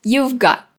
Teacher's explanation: a gente faz a posição do T na boca como se fosse dizer. Só que no último instante a gente não diz. · Term: pronúncia do T